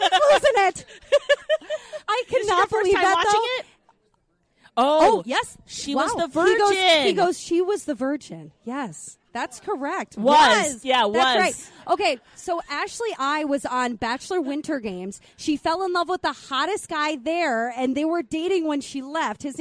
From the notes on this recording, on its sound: live from the Chart House in Lakeville